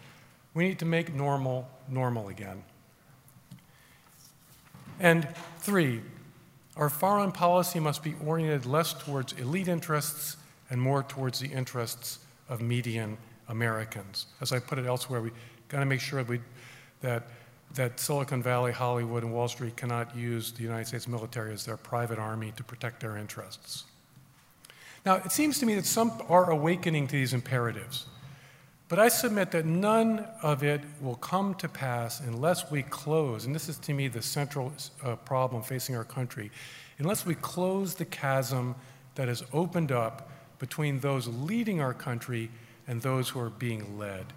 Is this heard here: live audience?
yes